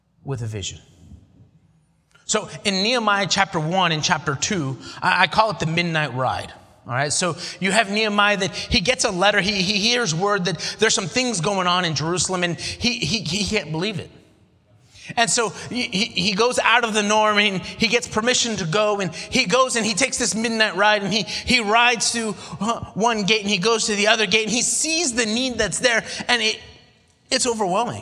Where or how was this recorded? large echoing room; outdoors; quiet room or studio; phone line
large echoing room